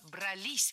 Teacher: ударным должно быть окончание, которое располагается рядом с возвратной частью «се»